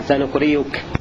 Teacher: جاءت الهمزة مضمومة بعد كسر فيبدلها ياء